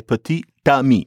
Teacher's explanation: Put petit and ami together, you have to say petit ami. And all of a sudden, the T that's only in the spelling, you have to pronounce it. · Term: liaison